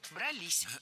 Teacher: ударным должно быть окончание, которое располагается рядом с возвратной частью «се»